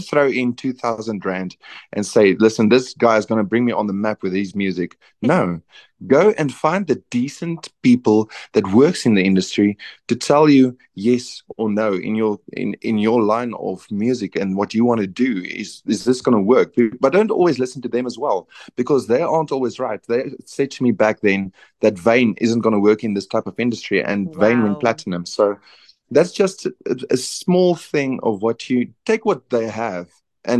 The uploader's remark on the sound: On a Zoom.